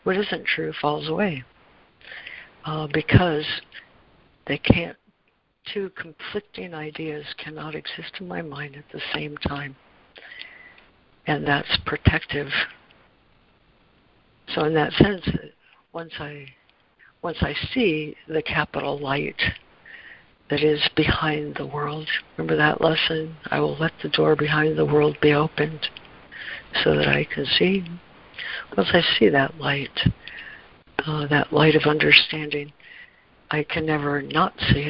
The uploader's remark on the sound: ACIM Daily Conference Call.